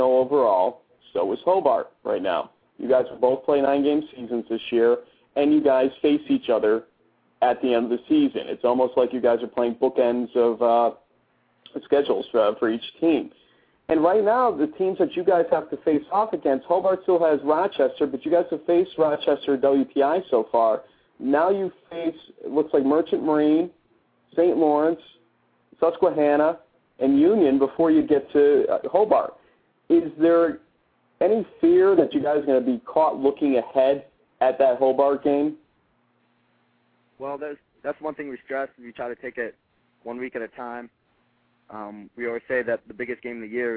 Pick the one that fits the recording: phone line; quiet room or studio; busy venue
phone line